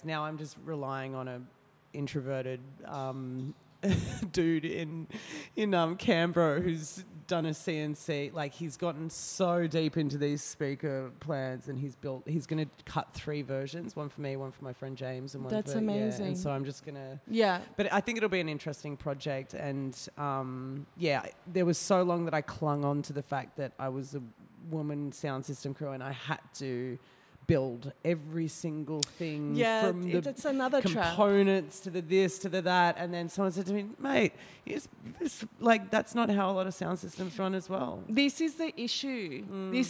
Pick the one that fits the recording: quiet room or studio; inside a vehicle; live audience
live audience